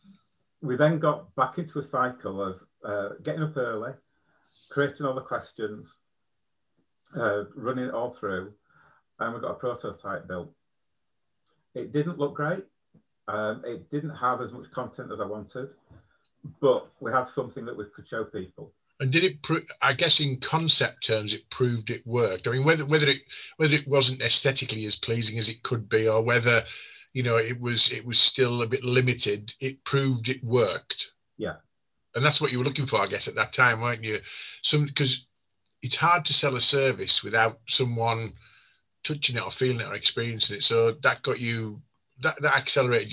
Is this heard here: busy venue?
no